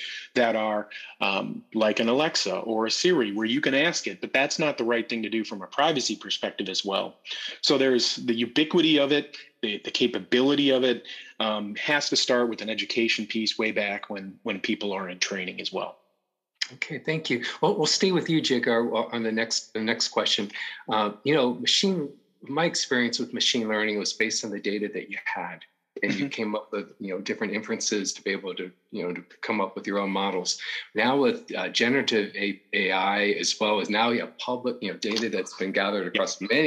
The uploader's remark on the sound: From WEDI's September 2023 virtual spotlight. Part 1 of our panel discussion on privacy and security concerns.